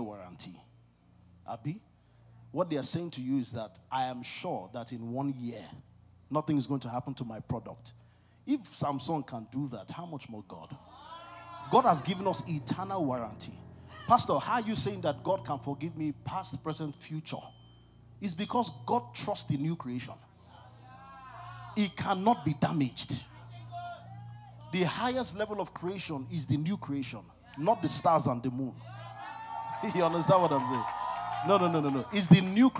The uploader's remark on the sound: CONFERENCE 2023. ( MORNING SESSION, DAY 1 )